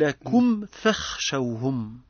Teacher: ميم ساكنة بعدها فاء وهي أشد إظهارا من سابقاتها · Term: الإظهار